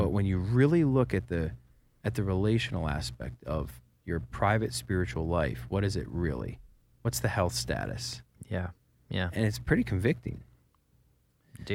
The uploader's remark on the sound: Finds himself recording from the back of the bus while the rest of the band and crew are asleep.